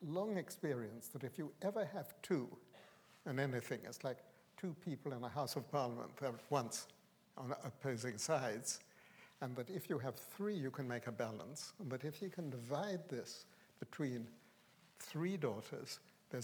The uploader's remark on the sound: This is a recording of a live Platform event from April 2013.